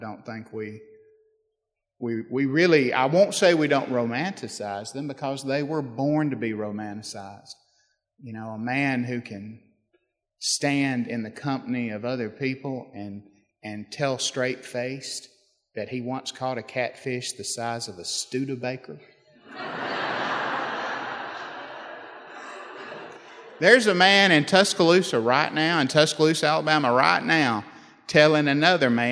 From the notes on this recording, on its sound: We hear from two Southern writers from the Decatur Book Festival. In front of an audience at the festival.